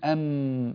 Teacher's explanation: الميم لها نصفان كذلك، نصف شفوي أم بانطباق الشفتين، ونصف خيشومي